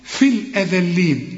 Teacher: طلع لسانك في الايه، في الذال